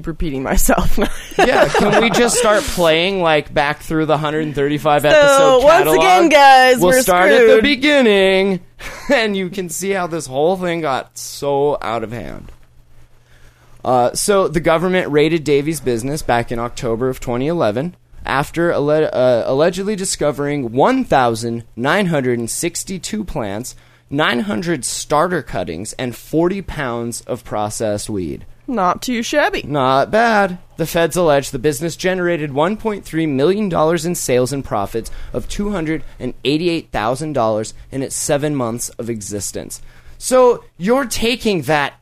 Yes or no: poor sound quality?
no